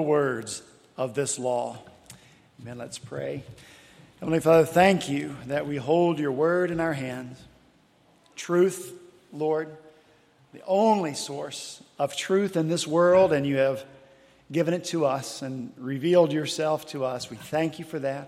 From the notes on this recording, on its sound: at Redeemer Presbyterian Church in Charleston, SC